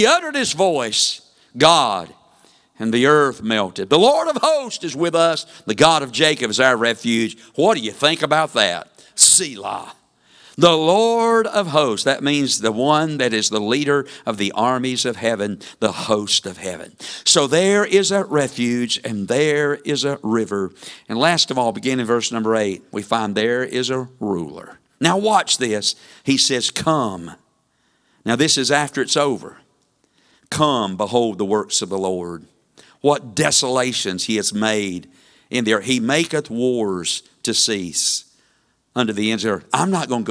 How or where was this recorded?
large echoing room